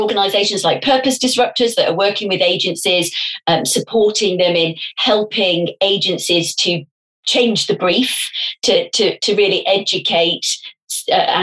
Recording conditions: video call